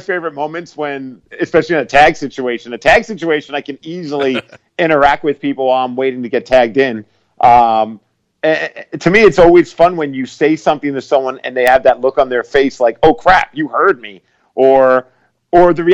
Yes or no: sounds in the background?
no